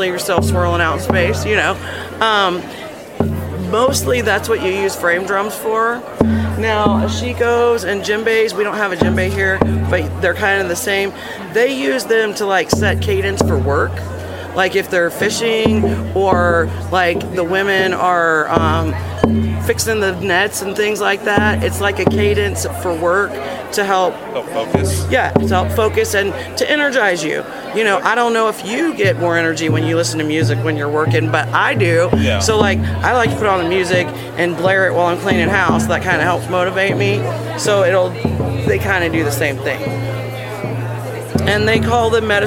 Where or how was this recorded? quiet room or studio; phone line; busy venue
busy venue